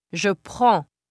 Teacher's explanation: the N is not pronounced and the preceding vowel is nasalized